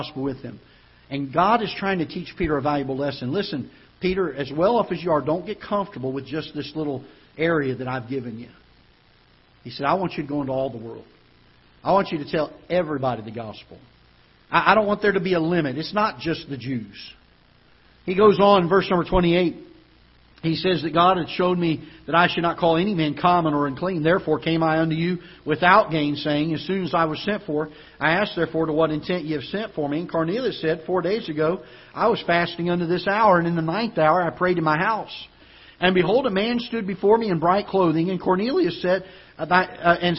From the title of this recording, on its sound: Ketha Heights Baptist Church ~ Live Broadcast